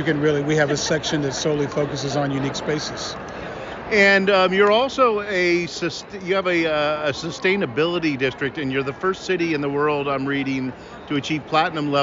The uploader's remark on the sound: Live From PCMA CL. On the bustling floor of The District exhibitor area at PCMA Convening Leaders 2024.